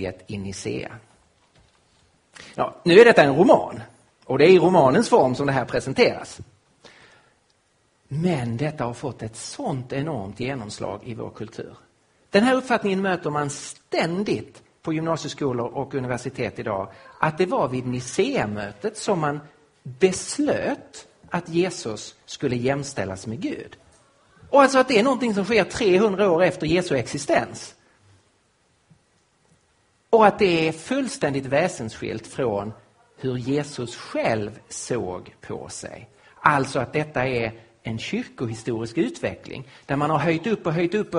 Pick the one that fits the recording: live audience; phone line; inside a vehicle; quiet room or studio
live audience